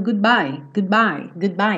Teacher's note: A mesma coisa com esse D do goodbye, ele não é obrigado a aparecer goodbye, goodbye. Quando eu tô indo com a língua no céu da boca para fazer o D, good, meu lábio já fechou para fazer o bye